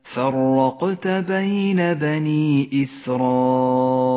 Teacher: لونت الراء بالأزرق الغامق لأنها مفخمة، سبب تفخيمها أنها مفتوحة، والقاف تقلقل ولذلك لونت بالأزرق الفاتح.